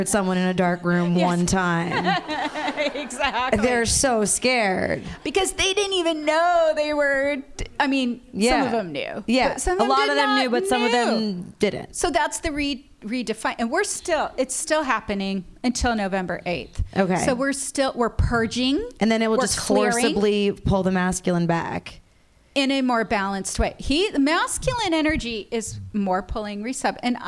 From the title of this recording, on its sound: Live! At Dynasty Typewriter in Los Angeles